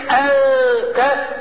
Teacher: فاللسان لا يرتفع ولا عمل له ولا مع النون وليس بين الهمزة والتاء الا غنة مجردة · Term: الاخفاء